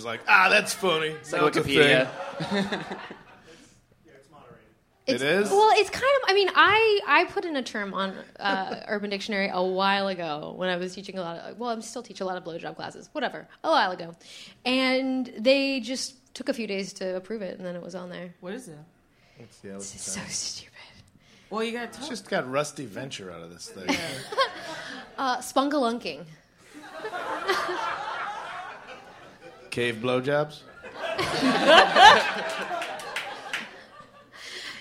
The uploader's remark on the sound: Live at Bridgetown Comedy Festival